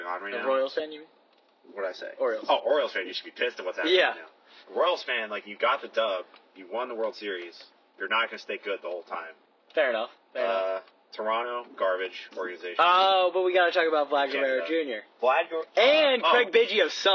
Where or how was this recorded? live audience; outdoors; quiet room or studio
outdoors